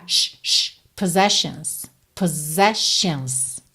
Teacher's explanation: E percebe que na segunda vez, o som desses dois S é de S-H.